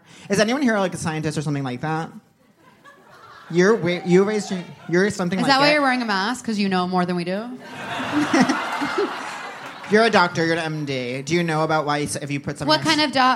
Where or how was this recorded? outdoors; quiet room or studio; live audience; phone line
live audience